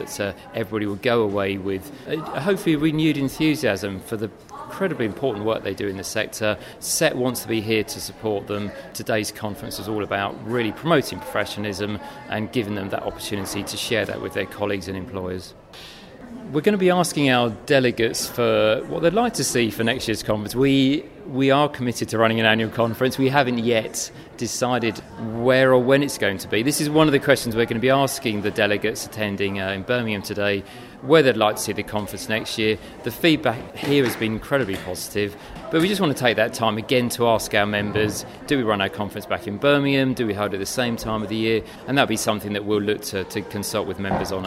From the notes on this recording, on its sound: From the conference venue in Birmingham, as he reflects on the SET Conference 2019.